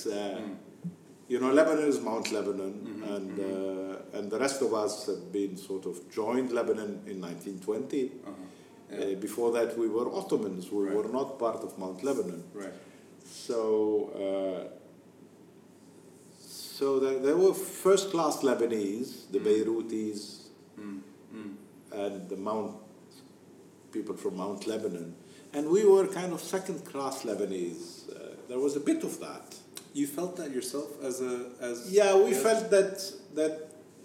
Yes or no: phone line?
no